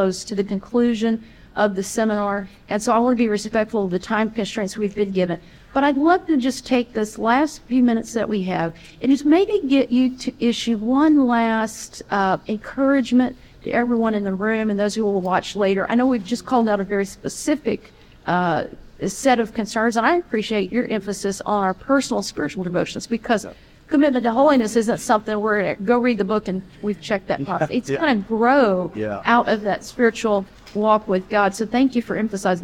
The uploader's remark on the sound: we join a seminar hosted at General Conference